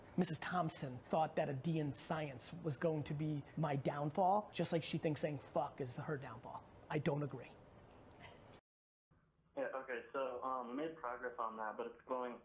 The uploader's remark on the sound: We don't have a lot of experience editing or recording a podcast, so you may have to be patient on the quality to reach 100%. Fallout: New Vegas is gonna be the game in the background for the next few podcast.